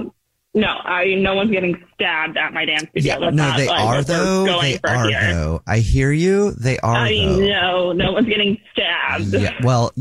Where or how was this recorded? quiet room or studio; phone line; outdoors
phone line